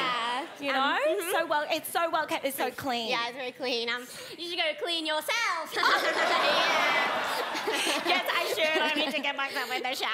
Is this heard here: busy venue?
yes